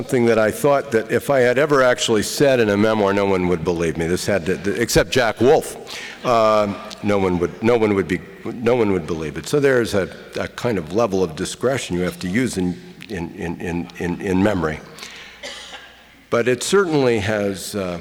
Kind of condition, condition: setting, live audience